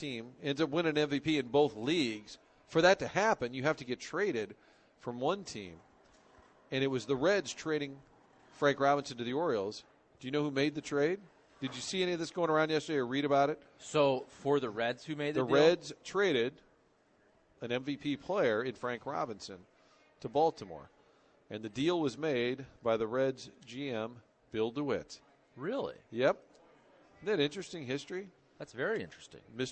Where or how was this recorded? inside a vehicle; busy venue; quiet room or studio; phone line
busy venue